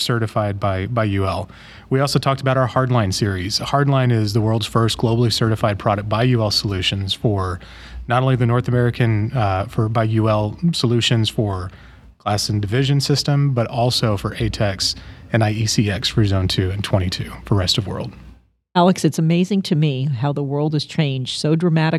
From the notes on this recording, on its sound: talks with some of the Exhibitors and Presenters at the Operational Excellence in Oil and Gas Conference